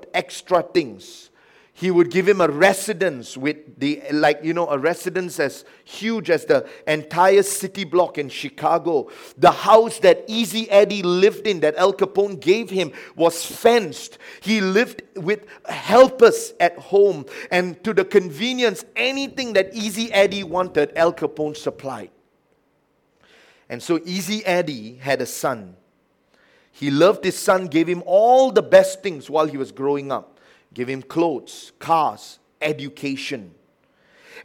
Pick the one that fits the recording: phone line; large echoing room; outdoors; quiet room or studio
large echoing room